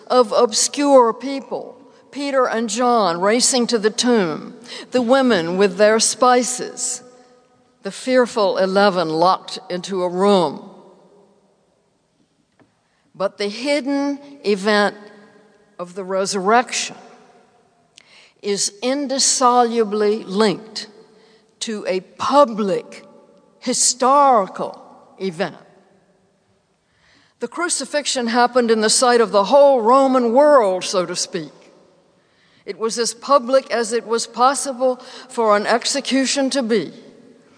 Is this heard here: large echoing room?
yes